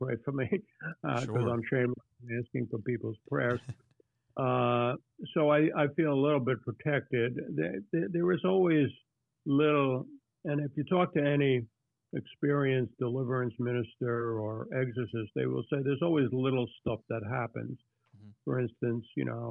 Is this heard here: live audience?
no